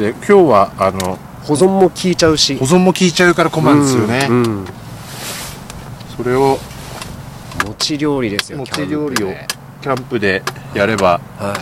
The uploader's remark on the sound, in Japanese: 現地でCAMP飯編］大池公園キャンプ収録スタートです！大池公園でキャンプしながら現地収録しました。福島。